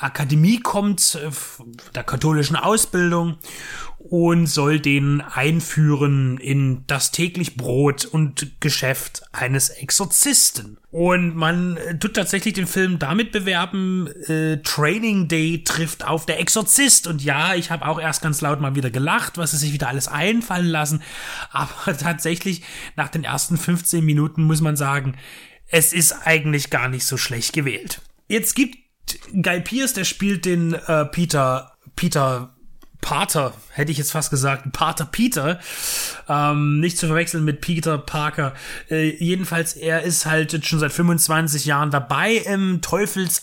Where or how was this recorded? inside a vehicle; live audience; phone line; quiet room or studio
quiet room or studio